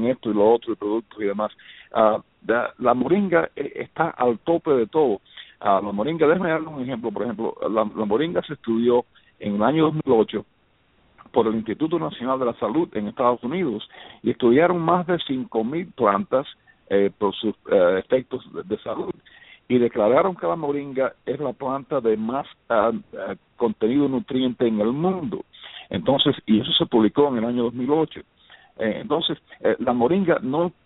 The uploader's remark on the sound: LIVE on BTR - for this Special Call. The call will be all in Spanish.